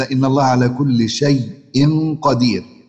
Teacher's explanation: ياء ساكنة قبلها مفتوح بعدها همزة، ياء ساكنة قبلها مفتوح بعدها همزة. · Term: لين مهموز